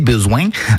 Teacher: cette sorte de coup de cloche à la fin du un besoin, un son qu'on appelle en phonétique un appendice consonantique nasal velaire